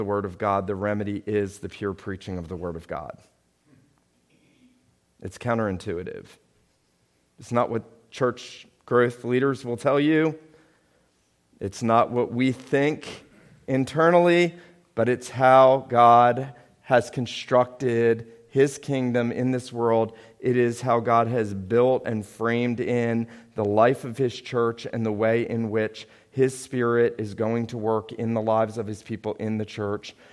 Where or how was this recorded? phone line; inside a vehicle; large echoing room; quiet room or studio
large echoing room